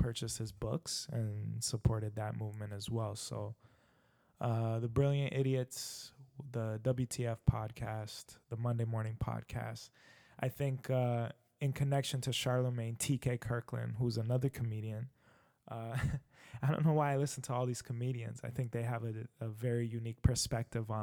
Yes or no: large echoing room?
no